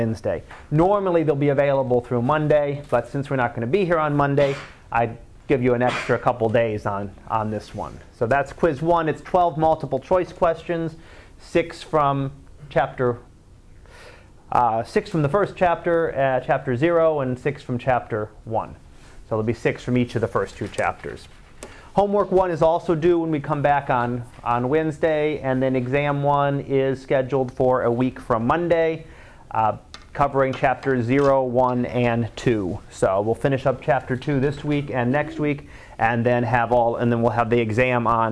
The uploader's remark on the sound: Live Class Lecture